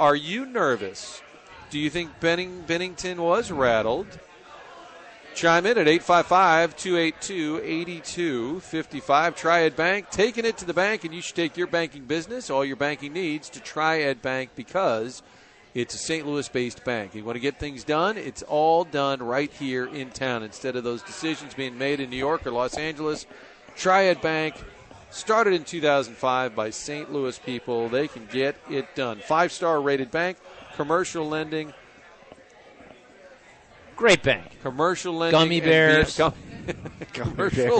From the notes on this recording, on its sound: broadcasting live from Blondie's off Wash Ave